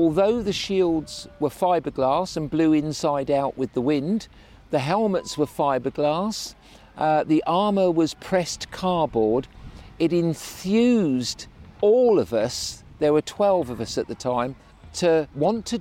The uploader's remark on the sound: In the second of our episodes recorded at Chalke Valley History Festival.